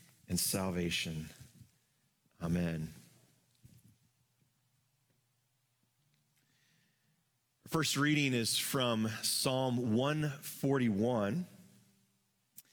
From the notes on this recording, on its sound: Live from our Celebration Ministry Center